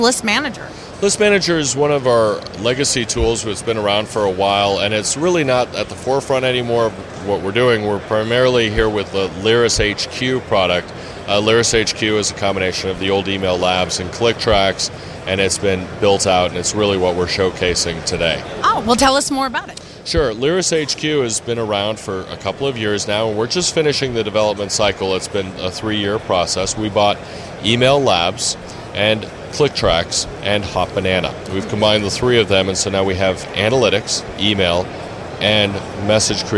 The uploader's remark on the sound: IRCE 2010. At the Internet Retailer Conference and Exhibition.